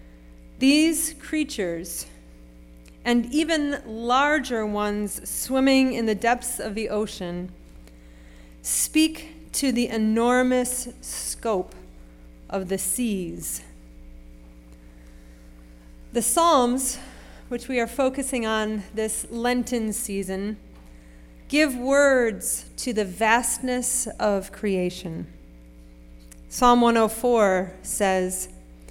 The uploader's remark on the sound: Sermon preached at RCHP on March 12, 2023.